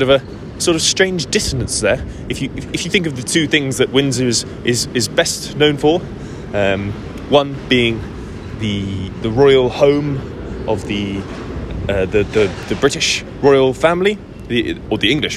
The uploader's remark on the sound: Live from the Streets of Soho.